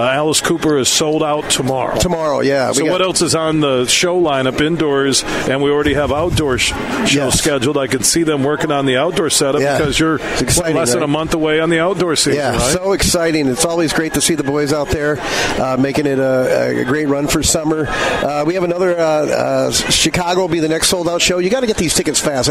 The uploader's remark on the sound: Today we're broadcasting live from the Ascend Sportsbook and Nightclub inside of Soaring Eagle Casino & Resort in Mt.